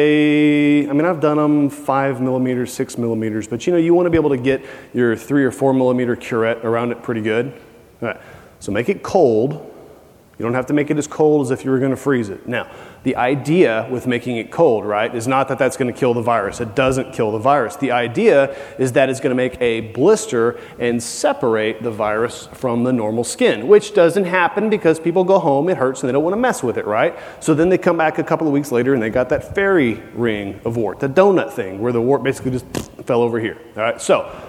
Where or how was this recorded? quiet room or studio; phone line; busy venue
busy venue